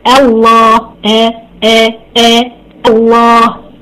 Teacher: لام لفظ الجلاله هتفخم لان همزه الوصل مفتوحه